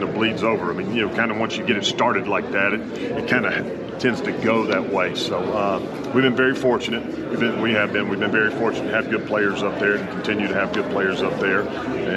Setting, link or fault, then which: setting, busy venue